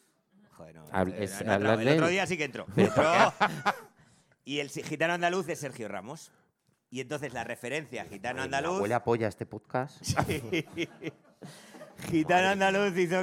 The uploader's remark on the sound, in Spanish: Grabado en directo en El Golfo.